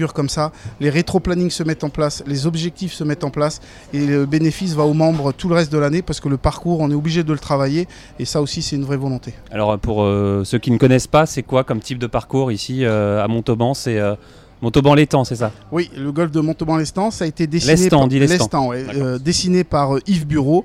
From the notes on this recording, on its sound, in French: Nous serons en direct du village Olympe de Gouges